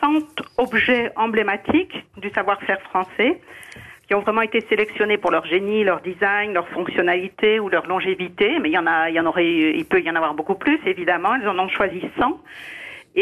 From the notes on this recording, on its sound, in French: Au téléphone des Grosses Têtes.